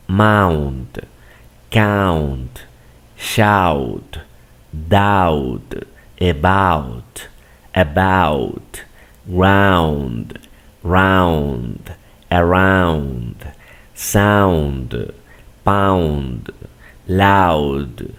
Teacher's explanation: Cuando estén juntas, en este tipo de palabras las vas a pronunciar como si vieras A, U · Term: diptongo